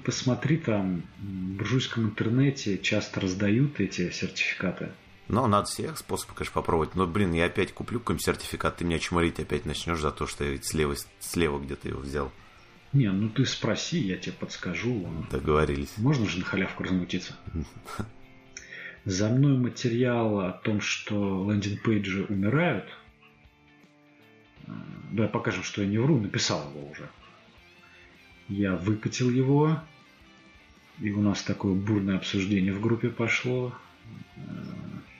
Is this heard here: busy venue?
no